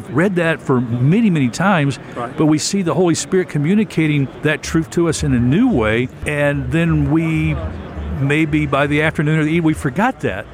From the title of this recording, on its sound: Live from 2023 NRB Convention